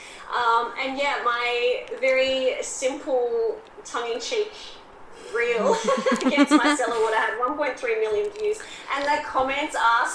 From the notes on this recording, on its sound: APOLOGIES FOR TODAY'S AUDIO!